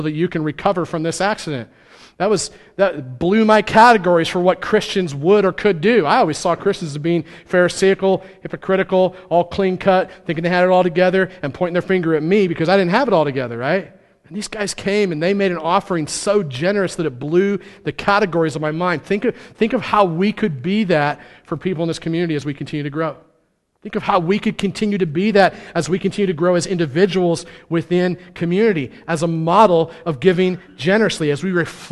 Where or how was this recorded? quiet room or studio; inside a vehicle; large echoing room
large echoing room